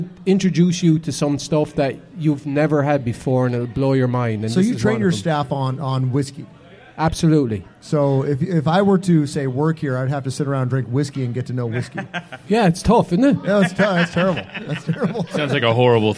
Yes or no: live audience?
yes